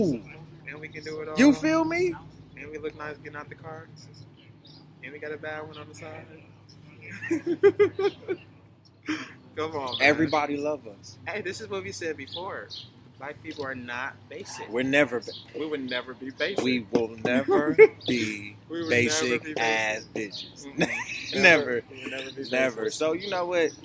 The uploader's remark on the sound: THE POP-UP: LIVE FROM DOWNTOWN GRAND RAPIDS